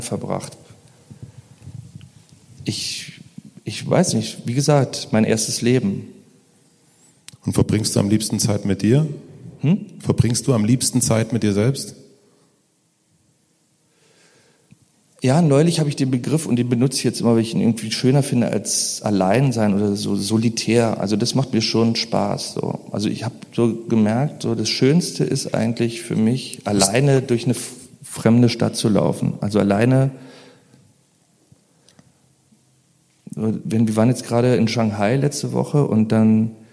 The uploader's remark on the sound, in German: Dann haben wir das ganze noch live beim Mit Vergnügen Podcast Fest im Berliner Funkhaus aufgenommen. Ich glaube man hört auch, wie sich die Stimmung im Publikum während des Gesprächs verändert.